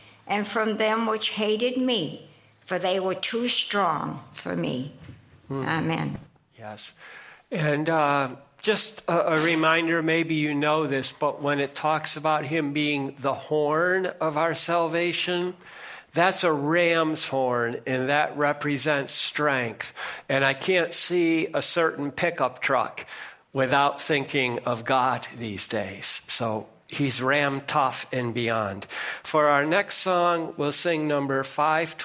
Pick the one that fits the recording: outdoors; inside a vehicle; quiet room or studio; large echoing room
large echoing room